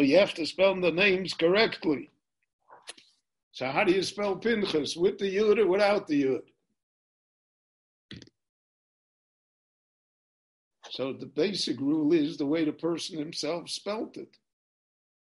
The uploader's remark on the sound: This shiur was given LIVE in Jerusalem via Zoom.